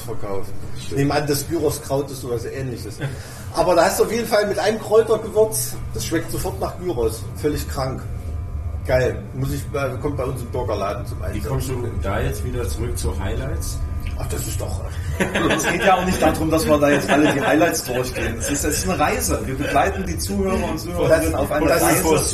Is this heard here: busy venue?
yes